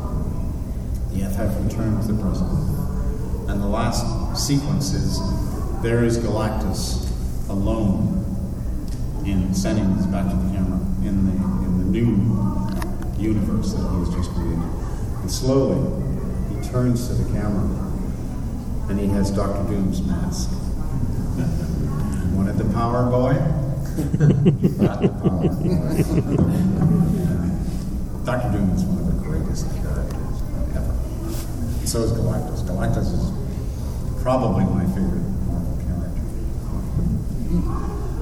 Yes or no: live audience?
yes